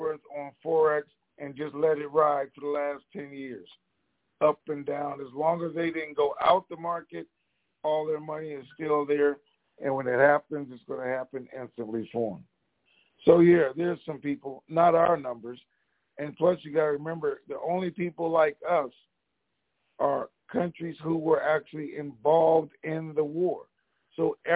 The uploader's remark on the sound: TNTSuperfantastic Conference Call